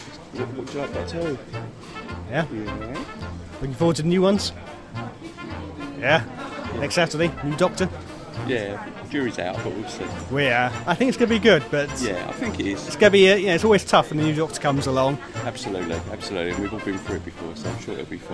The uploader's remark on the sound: recorded at a signing event at Waterstone’s, Lakeside, Thurrock